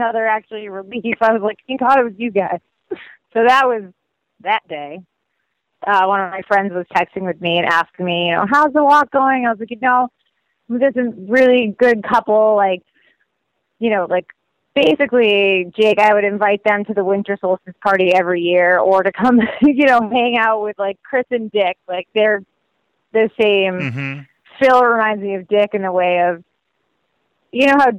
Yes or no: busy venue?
no